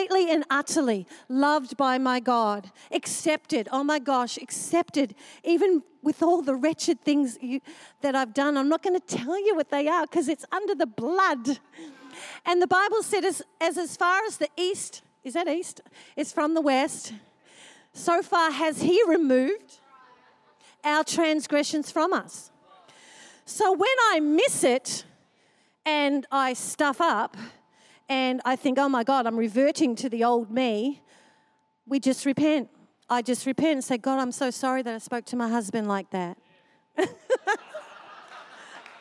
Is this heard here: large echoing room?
yes